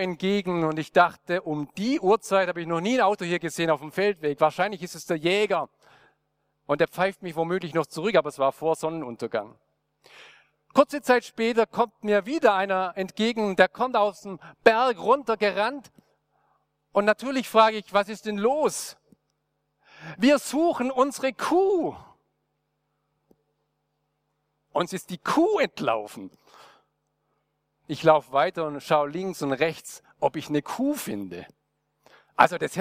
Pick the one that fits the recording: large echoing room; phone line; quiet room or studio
large echoing room